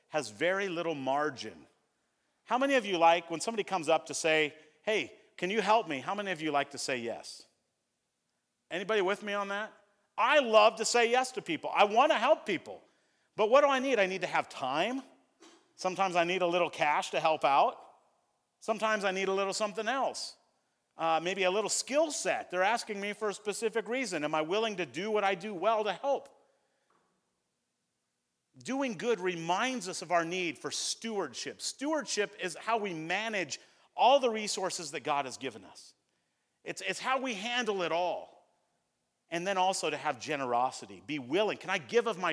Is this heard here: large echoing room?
yes